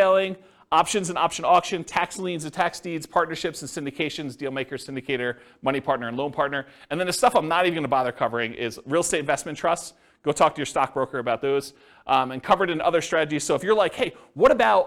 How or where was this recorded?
live audience